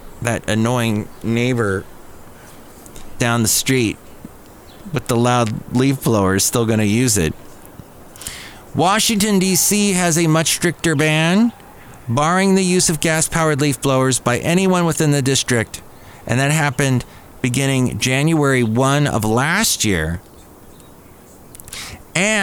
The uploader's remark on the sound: podcasts live from Café Anyway